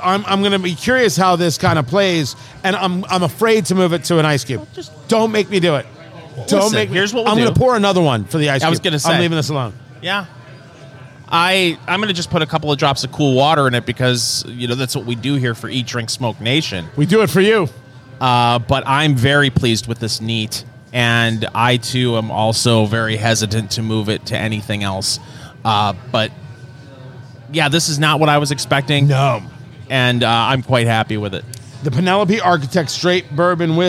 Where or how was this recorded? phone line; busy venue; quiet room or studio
busy venue